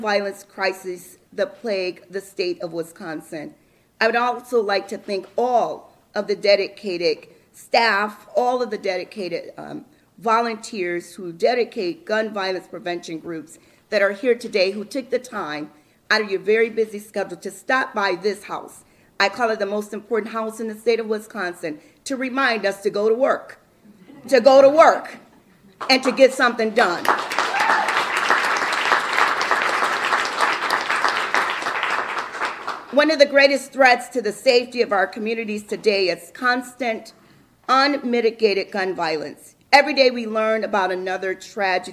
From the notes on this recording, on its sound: Press Conference 2023 Gun Violence Prevention Day of Action by Milwaukee Independent.